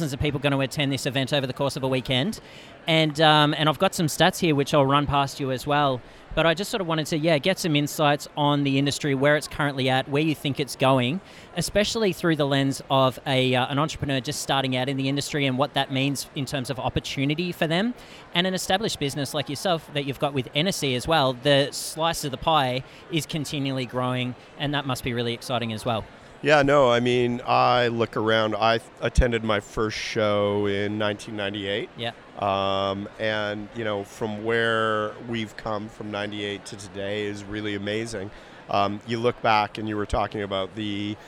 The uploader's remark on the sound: LIVE from the CHFA trade show floor. LIVE from the CHFA podcast booth. I would like to thank the whole CHFA team for the opportunity to participate and for providing such an awesome space to chat.